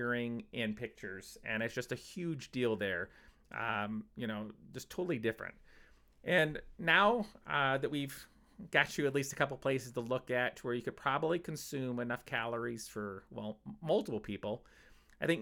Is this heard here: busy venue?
no